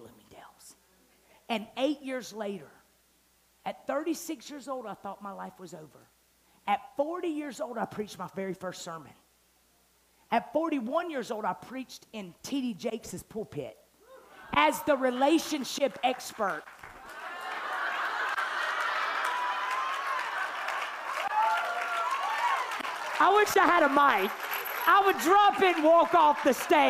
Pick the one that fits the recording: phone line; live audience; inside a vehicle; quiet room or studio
live audience